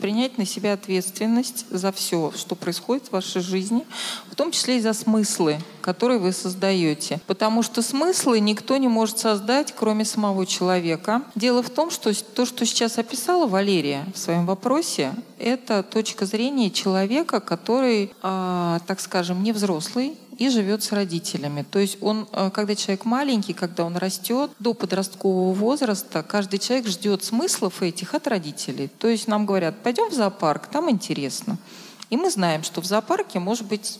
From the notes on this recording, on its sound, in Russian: И он прошел в необычном формате, а именно в виде открытой лекции в рамках Недели ментального здоровья в Вышке!